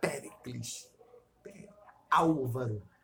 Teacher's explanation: eles são proparoxítonos e começam já na sílaba tônica